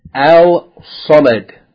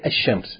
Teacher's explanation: If a word begins with a sun letter, harf shamsi, then if you add alif lam to that word, then you have to remember that the lam is merged into the sun letter · Shown in: second take · Term: merging of the lam